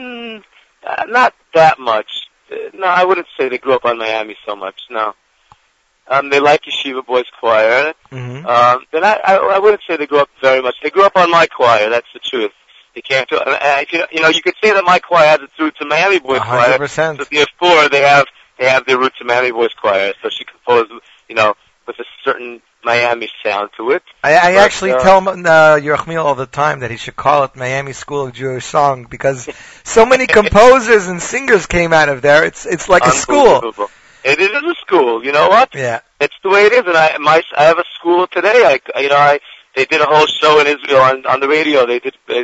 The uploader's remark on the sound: phoned